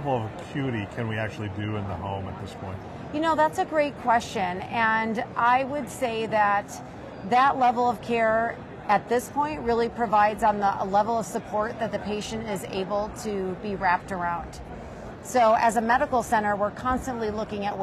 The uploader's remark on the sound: it’s an Interview in Action live from ViVe 2023